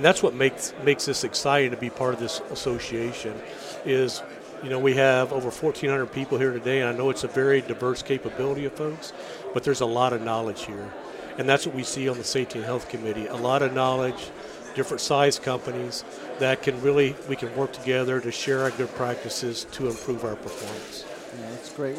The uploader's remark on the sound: Live at AFPM